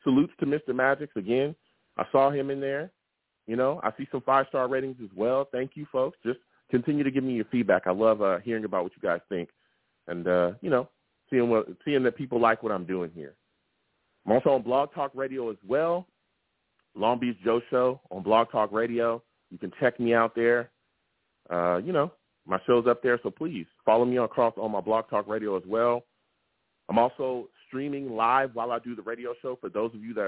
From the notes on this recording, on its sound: I also take live callers!